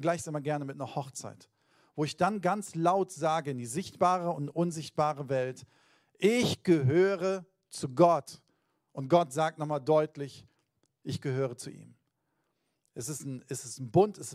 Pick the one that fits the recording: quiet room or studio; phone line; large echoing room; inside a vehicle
large echoing room